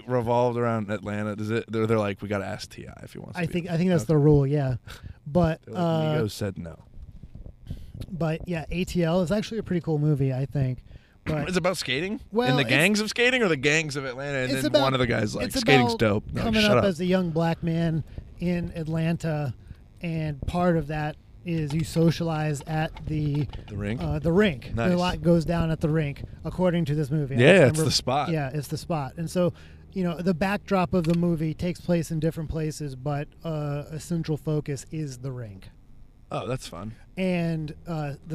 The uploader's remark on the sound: The first half of this episode was recorded on the way to an open mic at a roller rink. The second half was on our way back.